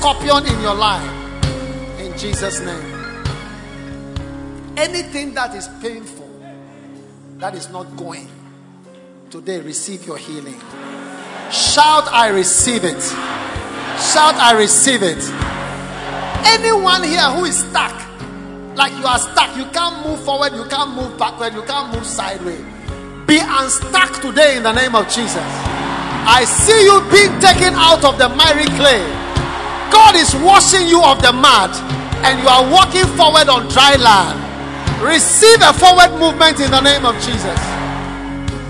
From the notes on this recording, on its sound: Preached at The Experience Service. First Love Centre.